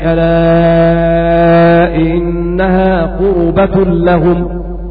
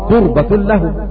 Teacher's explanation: يعني أن ورش يقرأها ألا ألا إنها قربة لهم بضم الراء · Shown in: first take